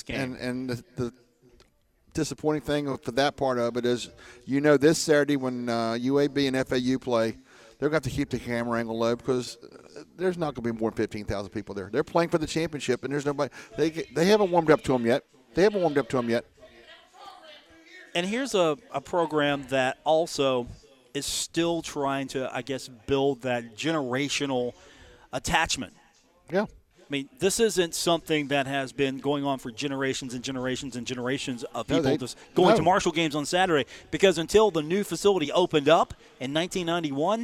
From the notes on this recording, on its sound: broadcast from the Union Pub & Grill at 1125 4th Ave in Huntington for today’s broadcast